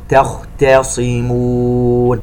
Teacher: تاء مرققة، خاء مفخمة، تاء صاد مفخمة لكن في أدنى مرتبة لأنها مكسورة، ميم مرققة والواو حرف المد يتبعها في الترقيق.